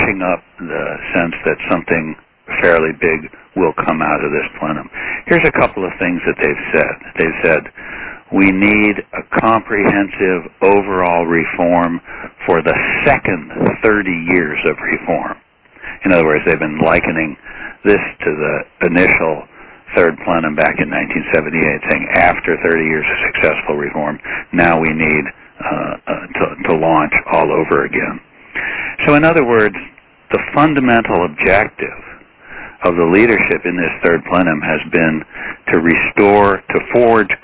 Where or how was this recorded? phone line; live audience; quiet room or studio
phone line